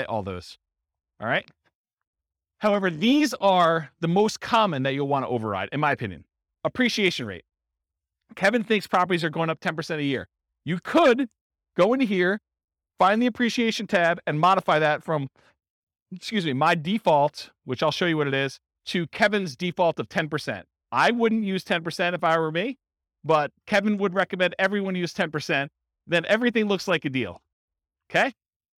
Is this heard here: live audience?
yes